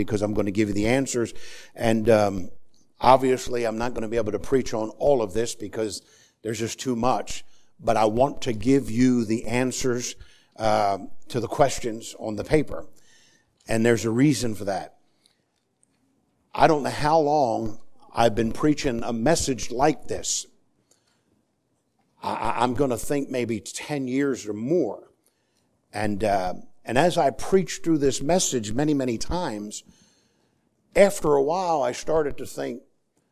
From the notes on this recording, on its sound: Sermon preached on Sunday Morning. At the First Baptist Church of Easton.